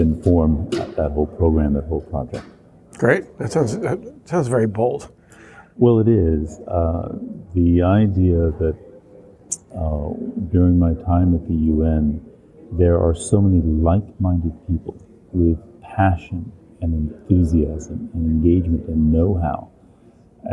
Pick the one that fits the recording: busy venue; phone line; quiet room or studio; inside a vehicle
busy venue